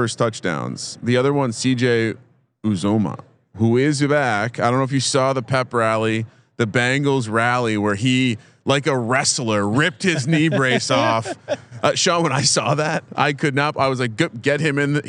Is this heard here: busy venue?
yes